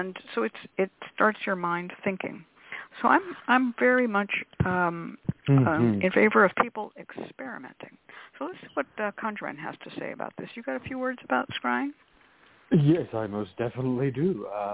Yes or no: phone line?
yes